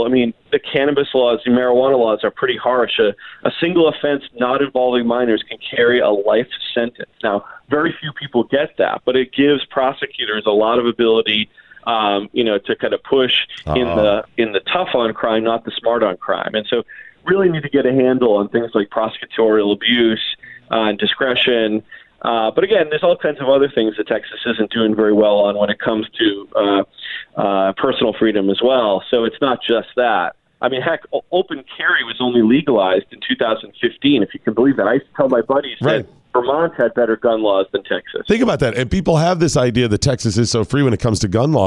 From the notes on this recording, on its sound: joins the show by phone